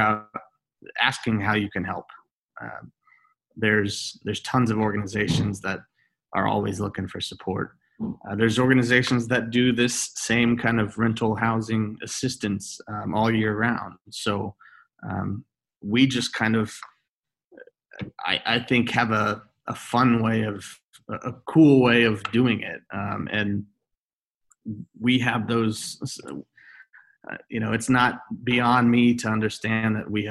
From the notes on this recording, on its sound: on Zoom